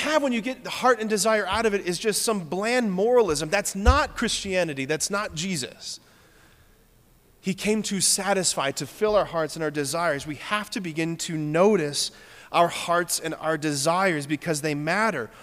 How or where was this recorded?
large echoing room